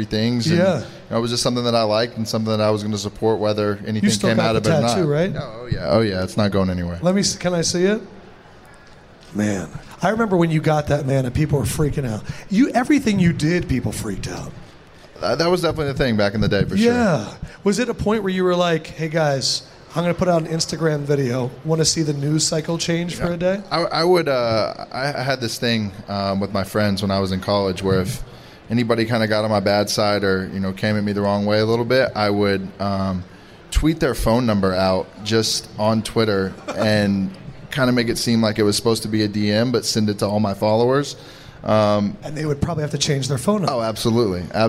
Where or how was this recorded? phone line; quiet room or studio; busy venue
busy venue